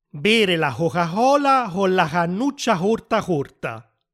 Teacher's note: la lettera C, quando si trova dopo una vocale non si pronuncia k come in la casa, ma si pronuncia h come la h aspirata inglese